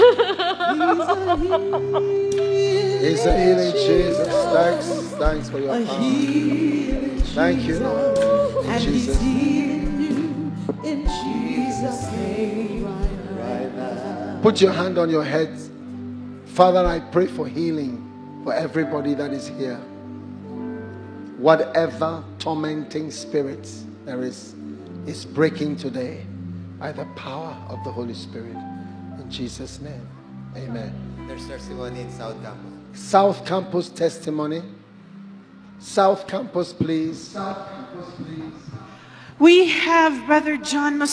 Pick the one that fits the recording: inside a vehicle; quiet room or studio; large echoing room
large echoing room